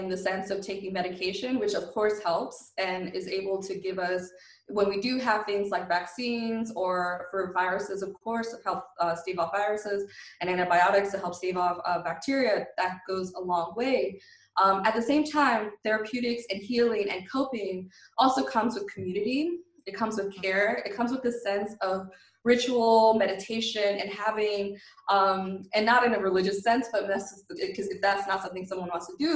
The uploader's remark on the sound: We will be speaking with our guests, one or several at a time, via Skype, and will try to have brief, informative, and non-draining calls.